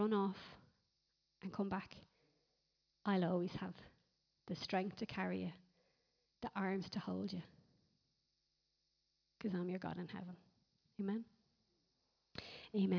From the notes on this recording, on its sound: Recorded live at Liberty Church on 31st March 2019